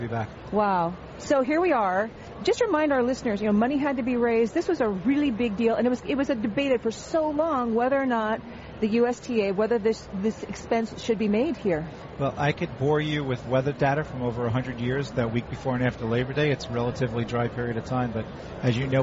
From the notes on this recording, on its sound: Live from the 2016 US Open.